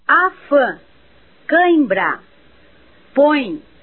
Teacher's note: O tio registra a nasalidade das vogais A e O.